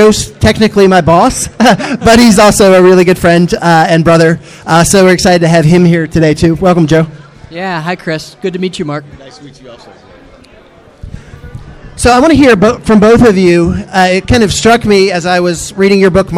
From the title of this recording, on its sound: Live at CCDA